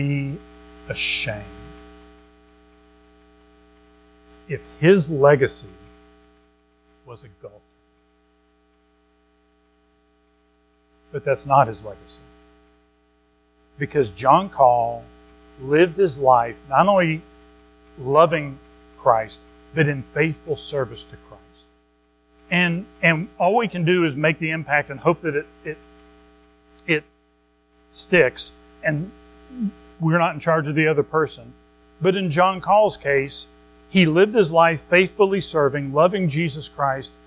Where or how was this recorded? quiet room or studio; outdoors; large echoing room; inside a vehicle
large echoing room